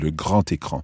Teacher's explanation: So grand, when it's followed by a vowel, has a T sound, le grand écran. · Term: liaison